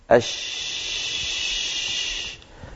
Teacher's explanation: التفشي بارك الله فيكم هي صفة من صفات حرف من حروف اللغة العربية، وهو حرف الشين، لأن الشين كما مر معنا في مخارج الحروف حرف ينشأ من وسط اللسان، وهو حرف مهموس